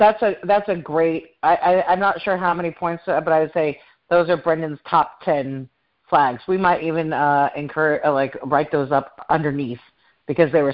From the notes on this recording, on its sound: I hosted a teleconference town hall discussion.